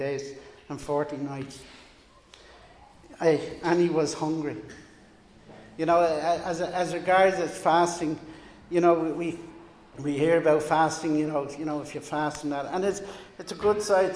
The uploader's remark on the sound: Recorded live in Liberty Church on 25 July 2021